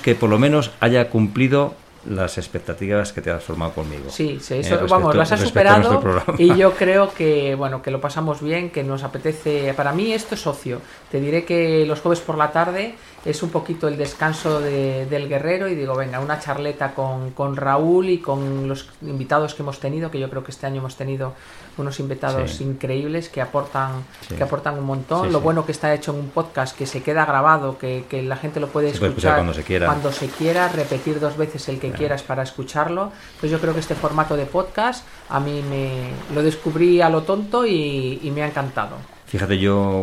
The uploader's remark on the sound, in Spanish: nos acompaña el sonido de las olas del mar para ponernos en modo “relax”